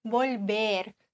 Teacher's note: V wird im Castellano ähnlich wie ein B ausgesprochen, also sehr weich